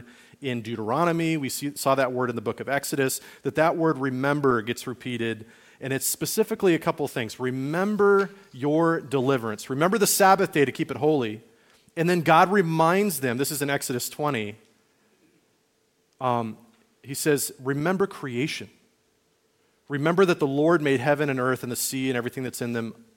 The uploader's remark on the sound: Message recorded on February 11, 2024, at Liferoads Church in Spokane, Washington.